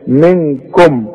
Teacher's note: الميم دي ساكنة ضم فيها شفايفك ومتغنهاش · Term: اظهار